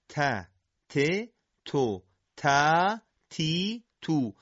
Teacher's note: تارهای صوتی درشون ارتعاشی وجود نداره. اگر جدا شدن سر زبان از صفحه پشت لثه دندان‌های ثنایا به کندی صورت بگیره، حرف تا با حالت تیزی شبیه به صدای سین تولید میشه که این همون تای فارسی و یا تای مداحیه که در تجوید هم قابل پذیرش نیست. · Term: تاء منقوط